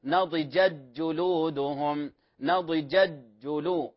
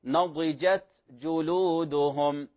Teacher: الأصل في التاء فيها صفة الهمس، نحقق هذه الصفة · Shown in: second take · نضجت جلودهم، نميز التاء عن الجيم.